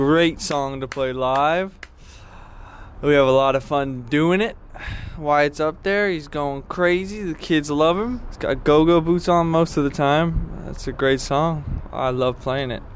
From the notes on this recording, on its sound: one cold night outside the Cobalt